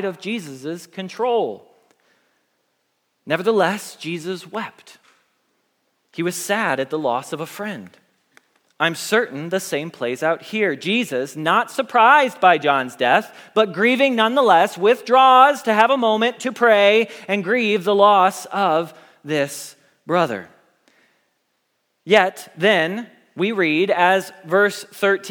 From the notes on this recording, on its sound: Message Preached at Valley Creek Church